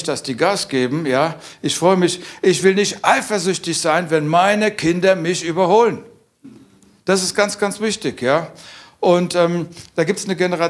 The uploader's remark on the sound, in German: aus unserem Vision Sunday Gottesdienst